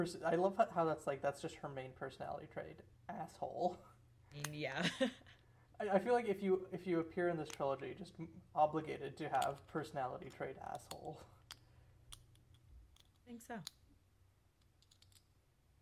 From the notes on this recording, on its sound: We lost our original audio for this episode, so if we sound a little quieter/jankier than usual, that'd be why!